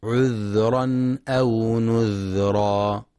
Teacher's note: وفي قوله تعالى: عذرا أو نذرا، ينتبه القارئ لسكون الذال ولصفة الرخاوة فيها، فلا يقرأ عذرا أو نذرا، وإنما عذرا أو نذرا.